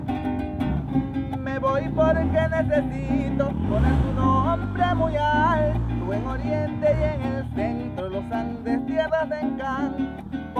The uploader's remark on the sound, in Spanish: Hoy estuve recorriendo los lugares aledaños a mi casa en compañía de mi familia y mi cuatro. Me senté en una plaza con muchos árbole, estaba en una zona rural y me recordó mucho a mi tierra Cojedes.